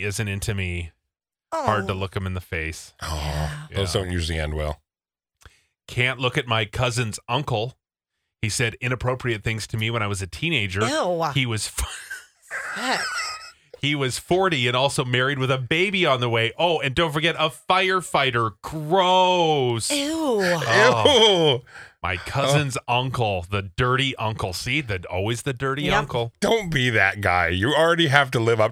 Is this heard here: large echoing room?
no